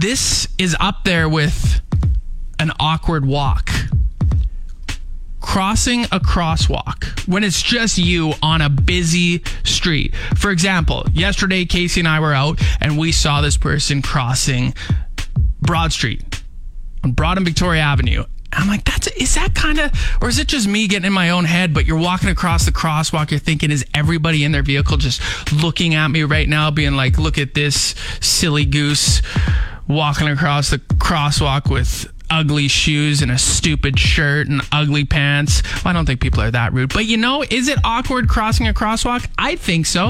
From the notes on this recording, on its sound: chat on the phone